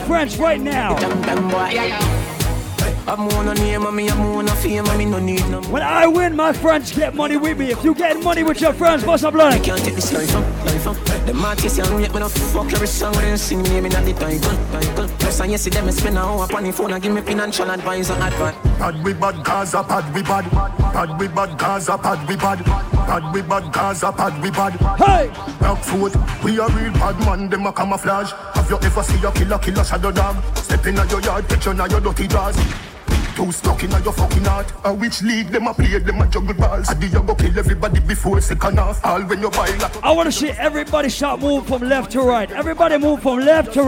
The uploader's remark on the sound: LIVE AT PLATINUM SUNDAZE IN CAPE COD. Live audio segment from Platinum Sundaze in Cape Cod, MA on June 19th, 2016.